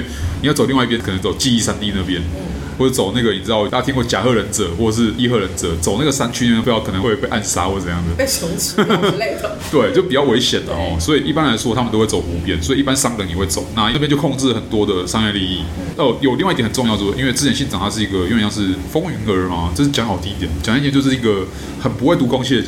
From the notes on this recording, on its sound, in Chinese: 本集白噪音指數：蚊風級 1/5。錄音地點： 齊客咖啡 The Gathering Cafe。